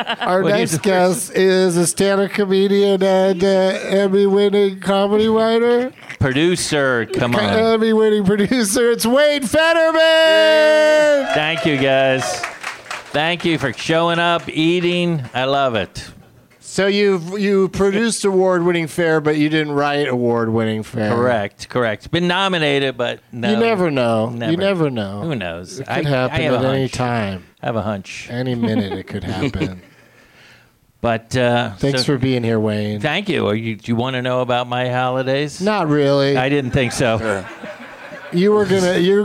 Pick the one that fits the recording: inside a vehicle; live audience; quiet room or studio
live audience